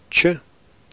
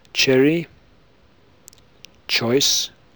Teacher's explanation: Fortis ch, formed with t and then sh